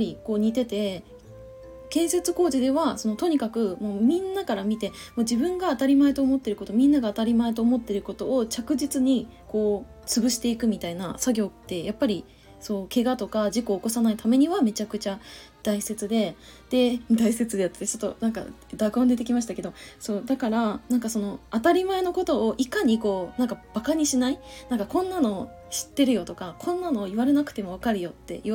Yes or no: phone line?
no